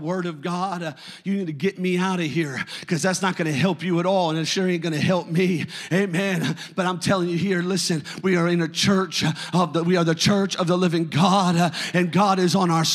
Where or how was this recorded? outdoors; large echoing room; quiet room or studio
large echoing room